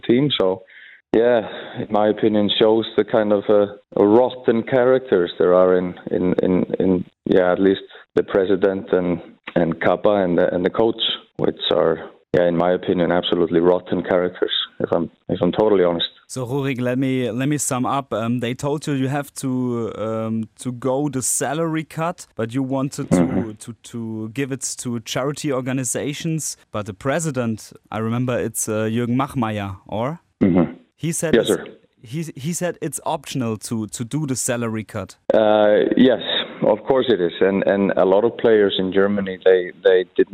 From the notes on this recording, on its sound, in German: Er packt am Telefon